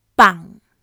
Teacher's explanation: Low falling pitch. Creaky.